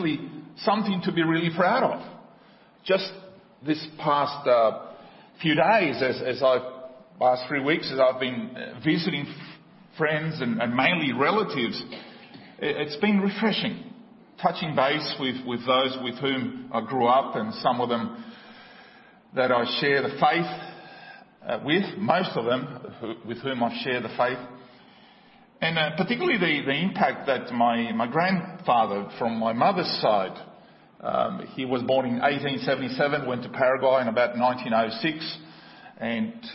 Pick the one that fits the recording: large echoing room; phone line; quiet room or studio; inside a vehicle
large echoing room